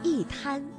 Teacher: 因为一滩当中的滩是阴平字，也就是一声字，所以呢我们应该读去声一滩